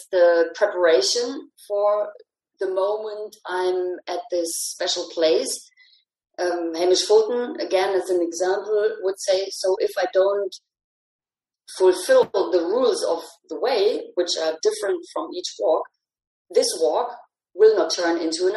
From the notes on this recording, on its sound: Recorded over a Zoom call